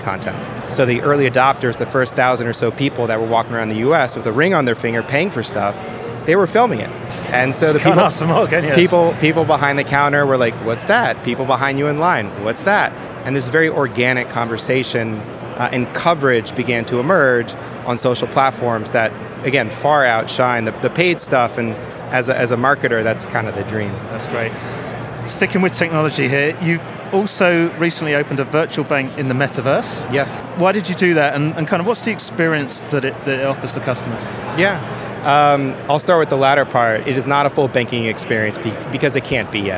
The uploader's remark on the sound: Money20/20 USA 2022. Recorded in partnership with Banking Circle at Money20/20 USA, that took place in Las Vegas. We recorded a series of interviews on the Banking Circle booth with a number of the speakers and attendees from the conference.